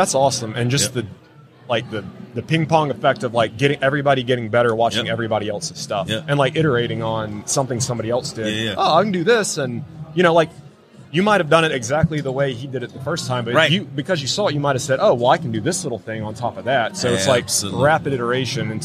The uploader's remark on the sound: LIVE from WORKBENCHcon 2022